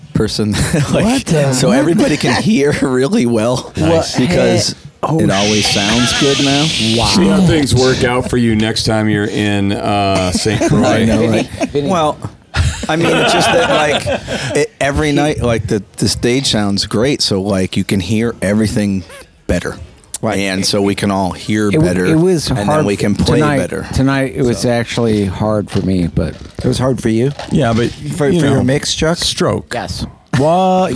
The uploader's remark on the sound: Tonight's episode was recorded backstage at Jannus Live in St. Petersburg FL.